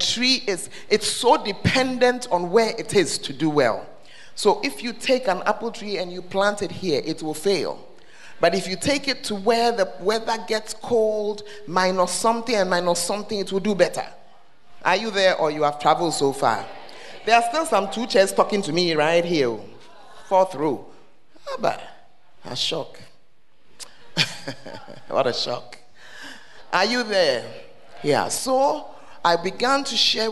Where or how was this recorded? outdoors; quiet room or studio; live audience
live audience